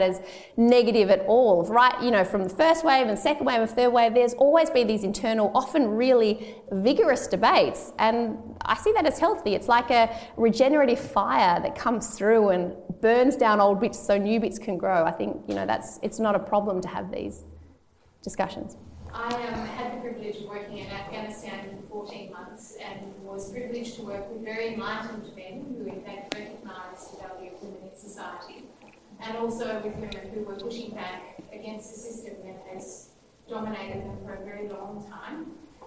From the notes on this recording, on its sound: This episode includes questions from the audience, and at some points can become a little hard to hear. We’re working on improving our recording techniques.